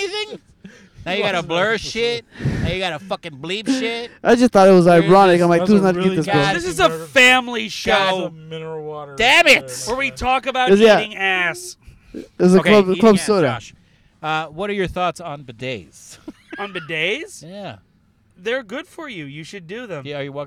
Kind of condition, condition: setting, inside a vehicle